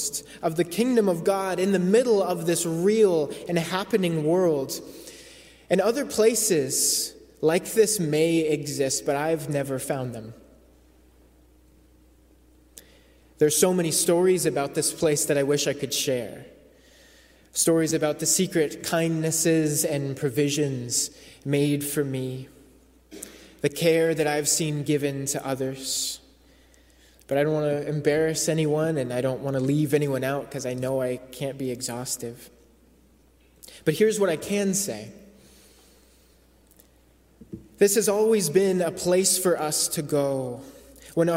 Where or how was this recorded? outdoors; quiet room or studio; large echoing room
large echoing room